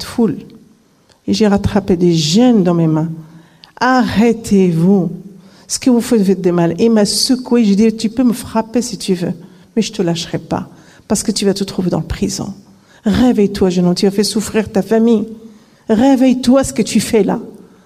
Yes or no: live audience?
yes